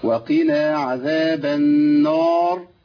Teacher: وقفت بسكون، والراء الساكنه اللي قبلها الف على طول في القران مفخمه